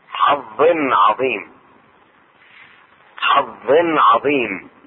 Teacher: التنوين تظهر عند العين